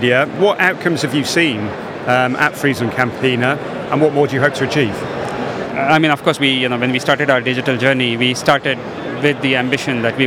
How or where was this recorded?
busy venue